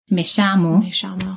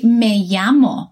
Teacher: It's a double L sound. And in Argentina, the double L is pronounced as shh, right? More mm-hmm. of a shh sound. · Shown in: first take · Term: Argentine Spanish